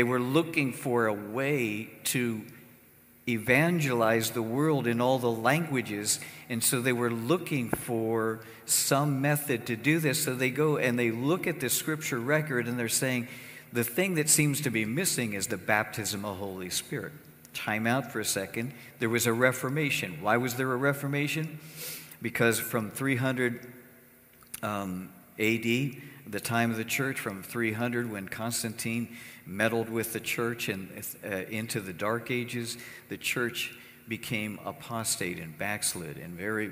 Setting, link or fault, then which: setting, large echoing room